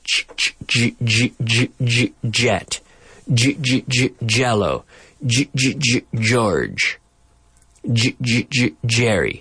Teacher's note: So the J and the G both have the same sound, which is a voiced C-H.